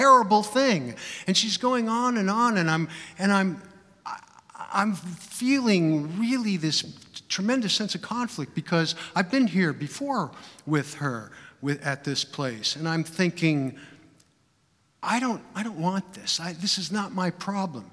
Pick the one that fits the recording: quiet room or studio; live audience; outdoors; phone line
live audience